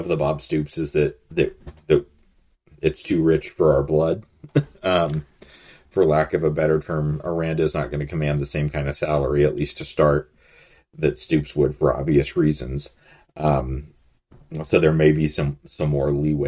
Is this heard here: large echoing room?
no